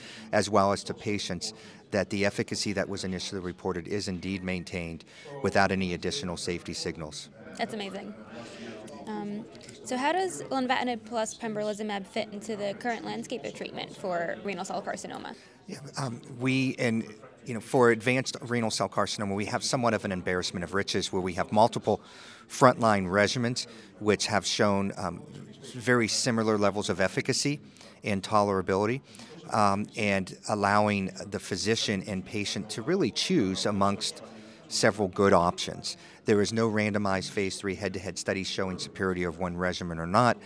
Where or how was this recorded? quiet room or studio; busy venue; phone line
busy venue